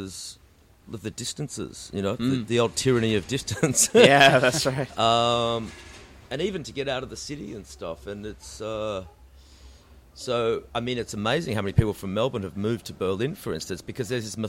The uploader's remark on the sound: Recorded live at the Brunswick Street Bookstore.